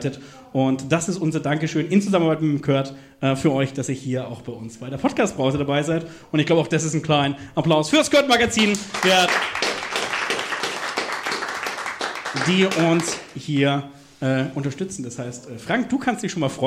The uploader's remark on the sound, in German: live im Afterwork